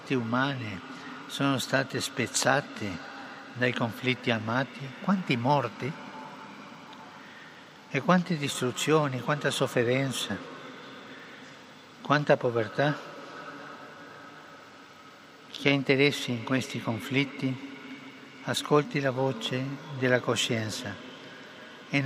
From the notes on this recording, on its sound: PETER'S SQUARE, RECITATION OF THE ANGELUS PRAYER